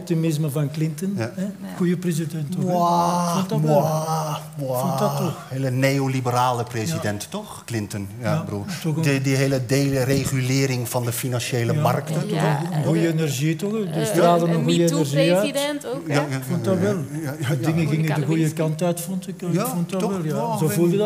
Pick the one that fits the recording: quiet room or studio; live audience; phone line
live audience